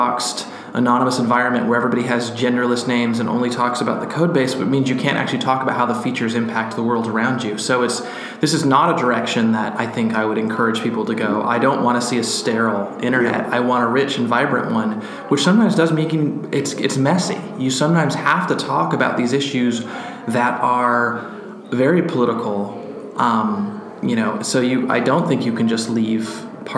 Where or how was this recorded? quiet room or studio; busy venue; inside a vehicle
busy venue